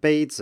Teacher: the z here at the end is very short, and you can hear that the stress is on bei